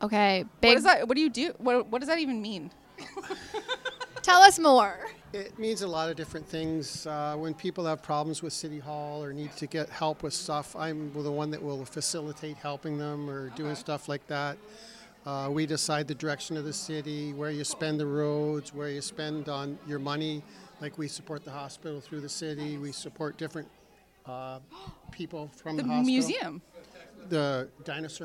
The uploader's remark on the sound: The amazing Trenton Memorial Hospital Foundation team invited the Babes of Quinte podcast to record "live" at the Boots and Bling Gala.